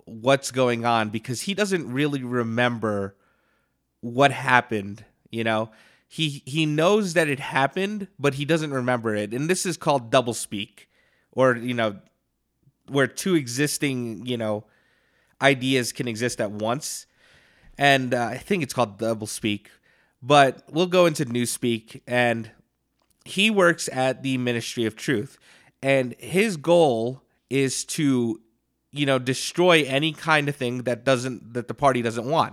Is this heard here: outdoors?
no